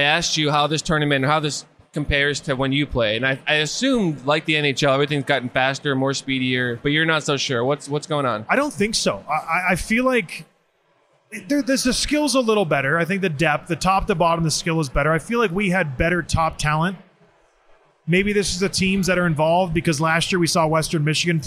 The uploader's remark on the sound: Live from the GLI. We returned to Van Andel Arena to watch Michigan Tech host the annual GLI tournament.